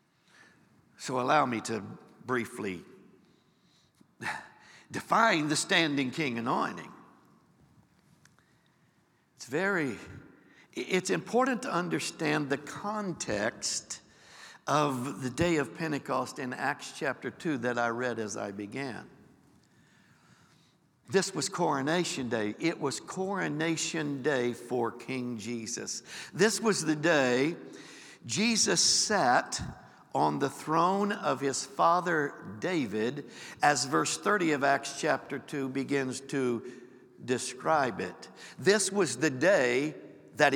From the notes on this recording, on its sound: Recorded live on 4/23/23.